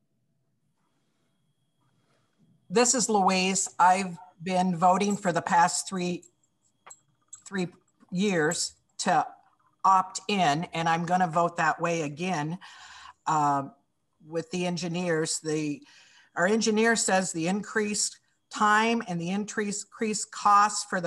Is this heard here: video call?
yes